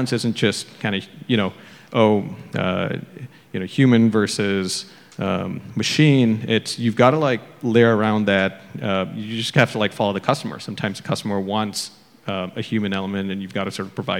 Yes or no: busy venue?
yes